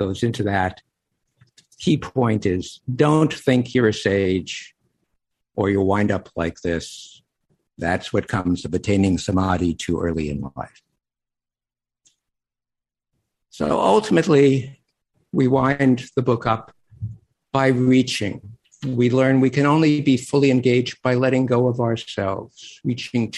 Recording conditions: video call